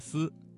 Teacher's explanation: 声母 z、c、s 发音的时候，舌尖平伸，靠近上齿背，形成一条合缝，让气流从中挤出嚟，声带颤动，大家可以自己感受一下。具体